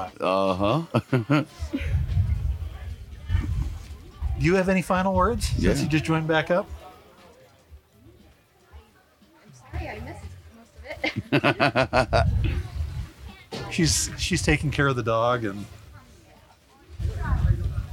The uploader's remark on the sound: Live from Mountain Archery Fest